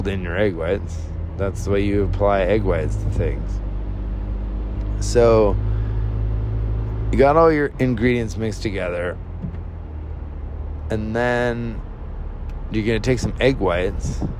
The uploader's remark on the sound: Sorry about all the car noise, maybe someday I'll have enough time to record this while I'm sitting still.